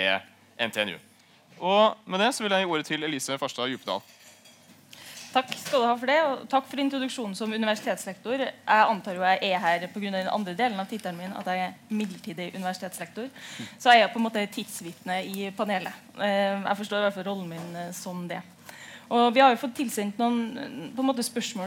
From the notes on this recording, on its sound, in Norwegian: en paneldebatt fra litteraturhuset i Trondheim